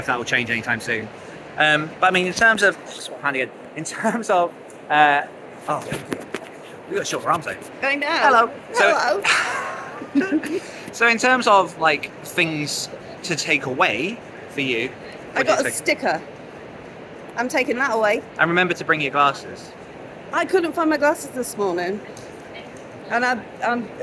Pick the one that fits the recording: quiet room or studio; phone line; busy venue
busy venue